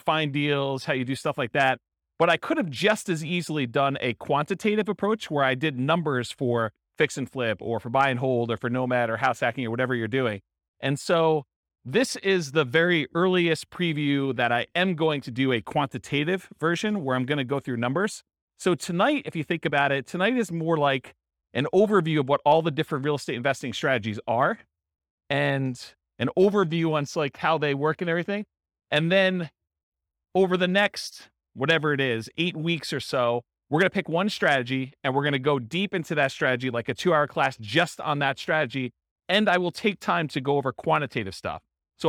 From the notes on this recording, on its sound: This was a live class recorded. In Portland, Maine.